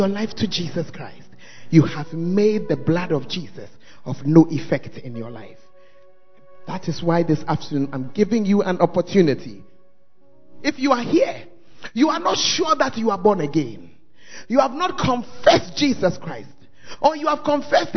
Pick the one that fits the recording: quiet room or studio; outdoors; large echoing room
large echoing room